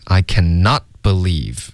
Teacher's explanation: cannot 的 t 呢必须得省略。I cannot.Believe, okay?不要发 t.小小 I cannot believe we are even having this discussion.